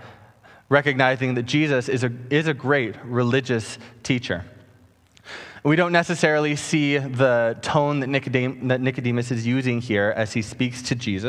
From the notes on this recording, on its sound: Preached on August 2, 2020 at Harbour Fellowship Church.